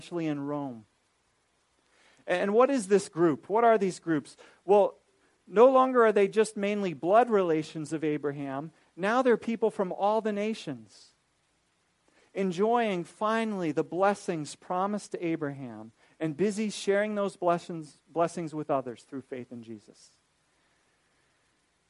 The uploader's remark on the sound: This is a recording of a lecture